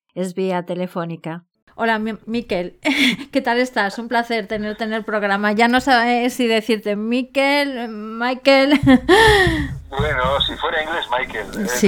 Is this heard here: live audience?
no